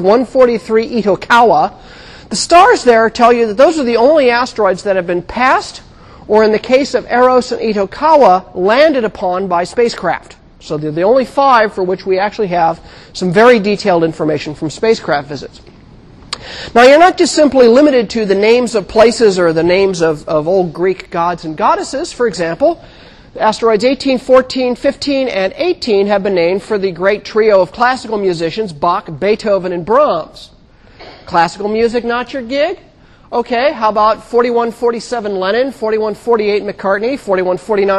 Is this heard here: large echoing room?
yes